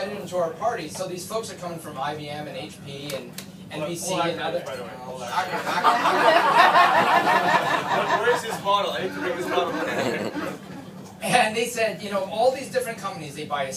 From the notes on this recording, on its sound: Keynote Aboard a Boat. On a private yacht with special access to the Victoria naval base. Jointly delivered a keynote speech for Experience Tectoria, an event designed to highlight Victoria’s tech sector. A lively crowd who actively participated in the stories with heckles and laughs.